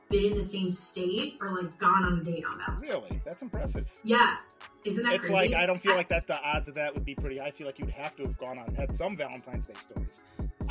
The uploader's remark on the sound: Apologies for some audio difficulties on this week's episode.